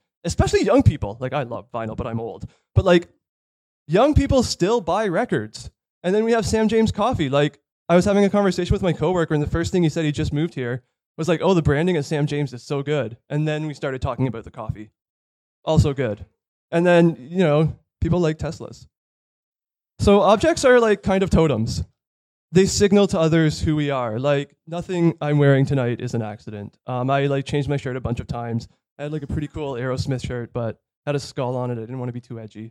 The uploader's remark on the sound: Talks delivered on stage at StartWell’s Event Space on King St W in downtown Toronto. For a globally roaming annual series called Dark Futures.